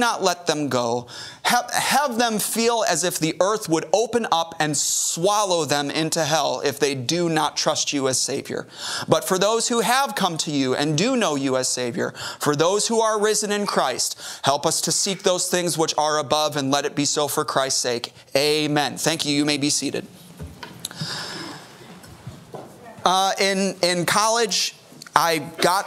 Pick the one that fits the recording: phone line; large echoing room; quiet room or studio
large echoing room